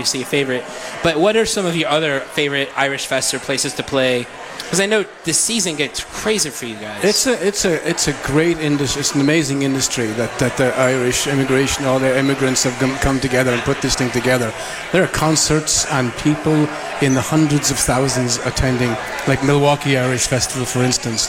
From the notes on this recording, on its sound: We are LIVE from The Beer Hall at Boulevard Brewery. We are LIVE from The Beer Hall at Boulevard Brewery.